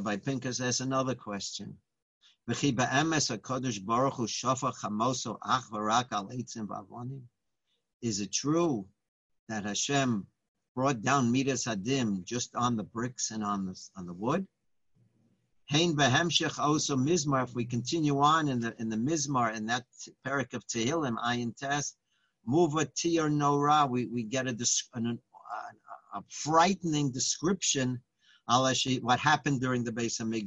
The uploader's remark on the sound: Live On Zoom: 7-14-2020